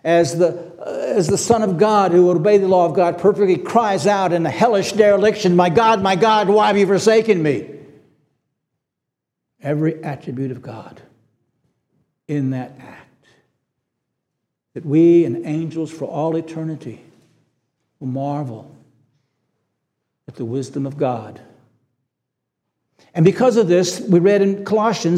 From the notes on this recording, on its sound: This sermon was preached on August 20, 2023 at Antioch Presbyterian Church. At Antioch Presbyterian Church, a mission work of Calvary Presbytery of the Presbyterian Church in America located in Woodruff, South Carolina.